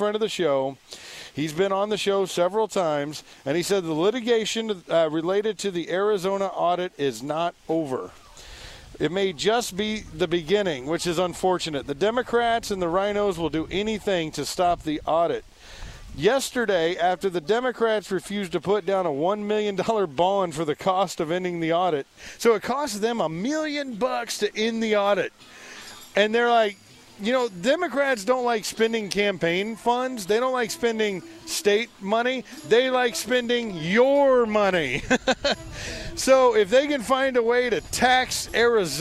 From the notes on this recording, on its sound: Live from the Apopka Art and Foliage Festival. At Kitland Nelson Park.